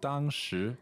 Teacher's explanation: That's first tone, second tone? 对的。 And we know 时 means time, right?